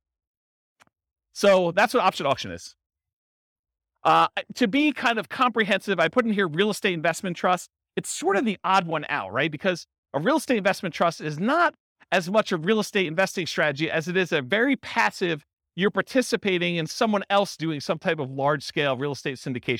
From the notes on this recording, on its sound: This was a live class recorded. Roseville, California.